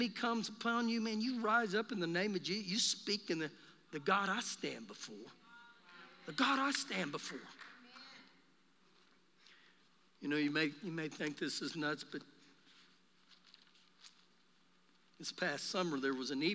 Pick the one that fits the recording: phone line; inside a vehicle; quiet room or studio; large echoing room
large echoing room